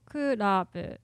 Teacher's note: When you say like kurabu, this is high, high, low.